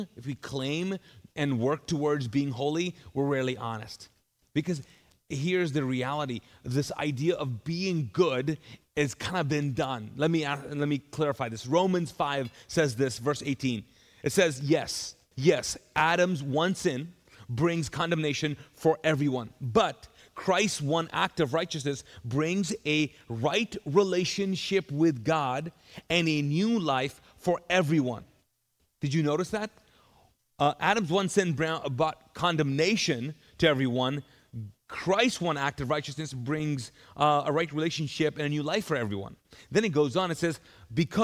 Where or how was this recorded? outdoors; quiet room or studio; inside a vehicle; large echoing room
large echoing room